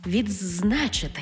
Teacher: У слові «відзначити» «д» переходить у «дз» · Term: повне уподібнення